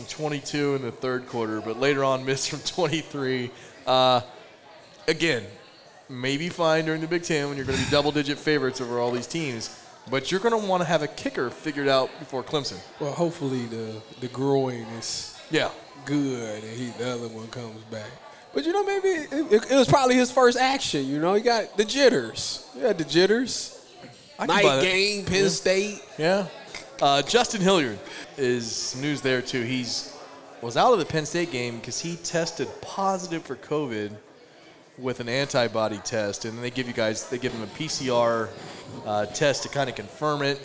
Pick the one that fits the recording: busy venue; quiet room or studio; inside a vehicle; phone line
busy venue